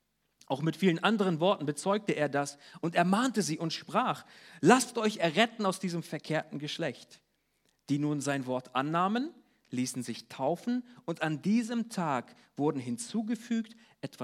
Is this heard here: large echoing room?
yes